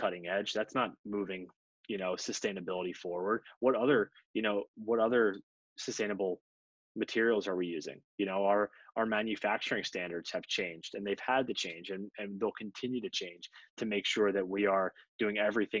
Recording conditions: video call